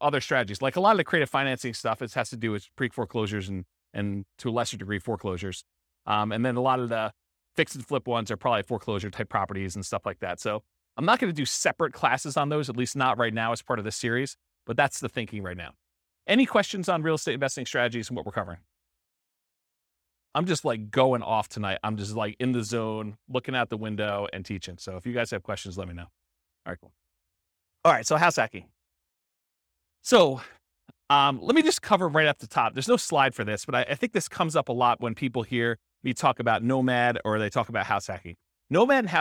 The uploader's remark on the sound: This was a live class recorded